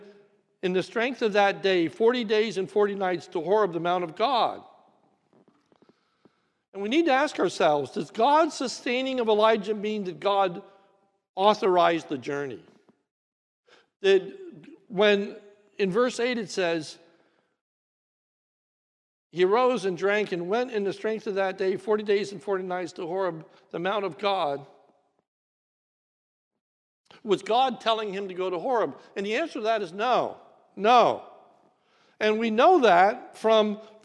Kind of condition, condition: setting, large echoing room